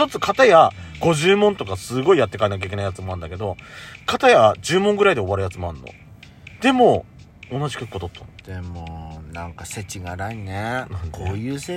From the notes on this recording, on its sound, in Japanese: パーキング収録。From Radiotalk。